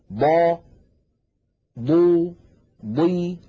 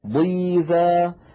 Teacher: يتجلى في الحرف المكسور، لما نقول مثلا ضا ضو ضي حتى عندما تكون الضاد مكسورة تكون ضخمة مفخمة تماما · Term: حروف الإطباق